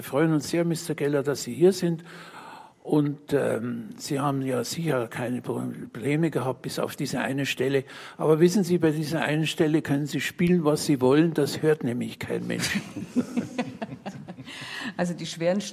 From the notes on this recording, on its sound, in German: Live aus der Musikhochschule München. Samt Live-Musik.